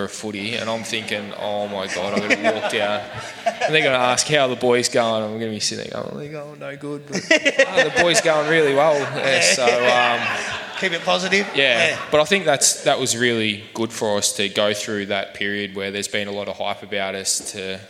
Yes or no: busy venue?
yes